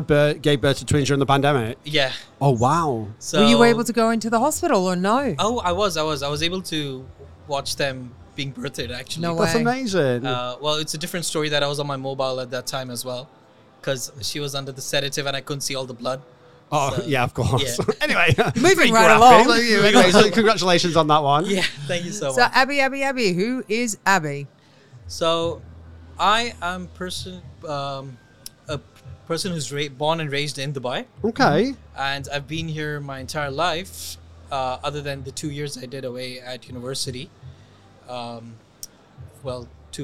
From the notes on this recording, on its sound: These episodes were recorded at the hugely successful Middle East Event Show.